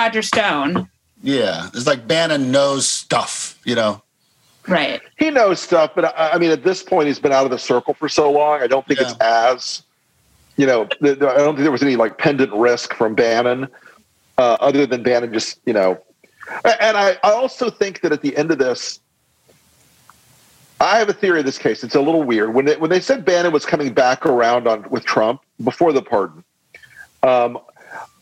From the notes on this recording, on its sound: which happened LIVE on Zoom